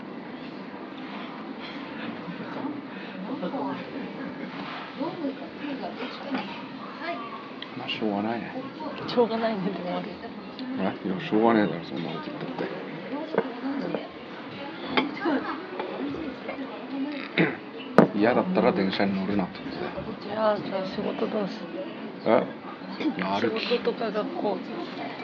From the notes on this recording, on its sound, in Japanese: 温泉施設のレストランでの録音です。